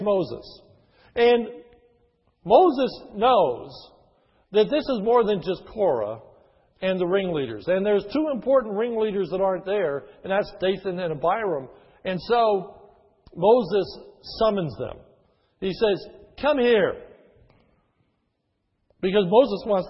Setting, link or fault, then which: setting, large echoing room